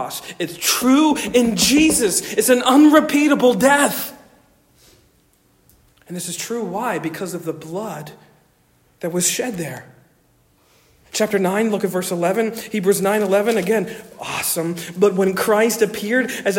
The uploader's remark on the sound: Originally delivered 14 May 2023 at Stonington Baptist Church, Paxinos, PA. Originally delivered 14 May 2023 at Stonington Baptist Church, Paxinos, PA.